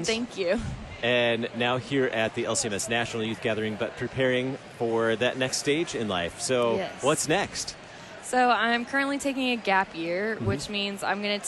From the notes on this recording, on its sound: Live from the 2019 LCMS National Youth Gathering